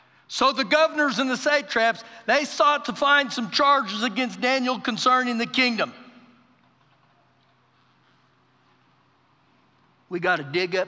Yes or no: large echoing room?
yes